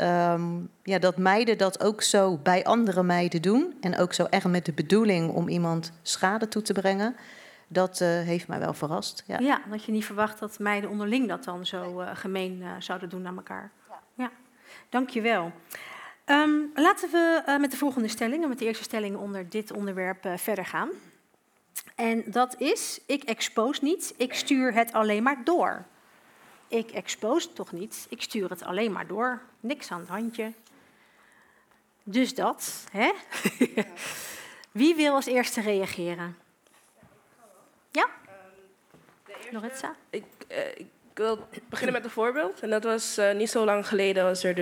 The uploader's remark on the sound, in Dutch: zijn we op 19 oktober 2022 tijdens een live event in het Bibliotheek Theater in Rotterdam met een groep meiden én jongens in gesprek gegaan